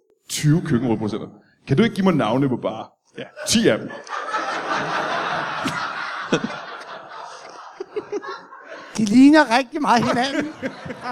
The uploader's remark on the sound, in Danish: Live fra Comedy Zoo København